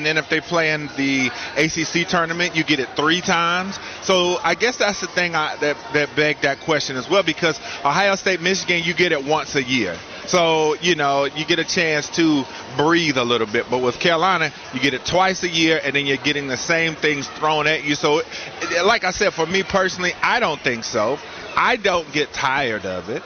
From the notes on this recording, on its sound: get a Friday show rolling from the 2023 Hercules Tire Big South Basketball Championships